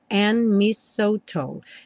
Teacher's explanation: O dedo and não é pronunciado, então a letra N já junta direto no M